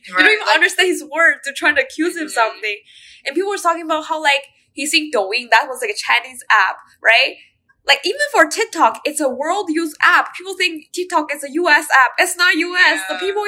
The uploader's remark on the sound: First, I would like to apologize for the bad quality of the sound in this episode. We were experiencing some audio issues while recording it. I tried my best to edit the audio to make it sound better.